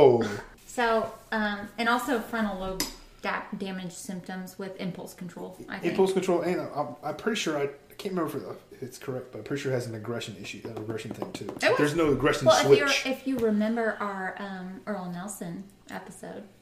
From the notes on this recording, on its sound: We record in our office, so we do pick up some background sound from the house and we did order some new equipment to help improve sound.